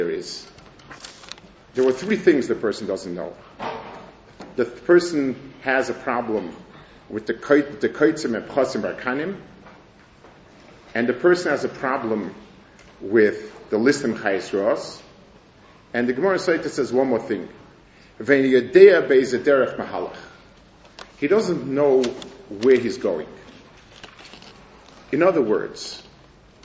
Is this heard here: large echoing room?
yes